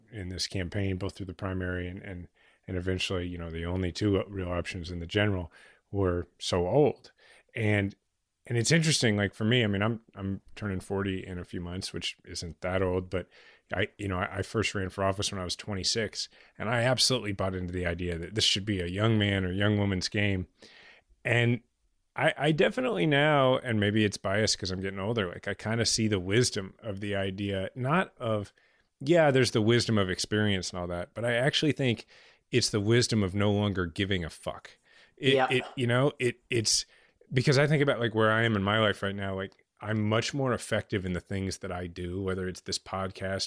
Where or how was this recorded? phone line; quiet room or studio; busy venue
quiet room or studio